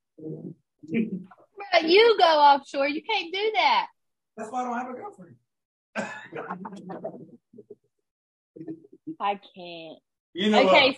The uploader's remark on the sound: Sorry for the audio quality we are between states currently.